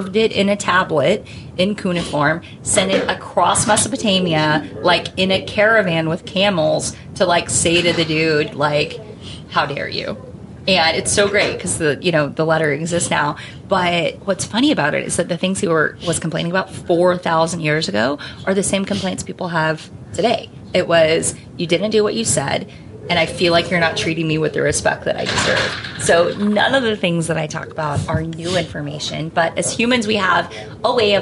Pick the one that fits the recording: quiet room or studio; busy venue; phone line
busy venue